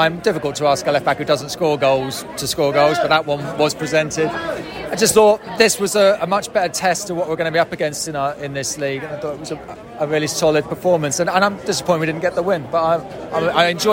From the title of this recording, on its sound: post-match podcast from the stands